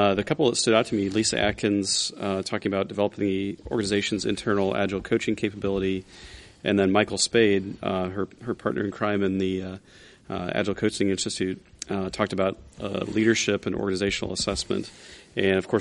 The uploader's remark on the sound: recorded in Orlando at Scrum Alliance's Global Scrum Gathering, April 2016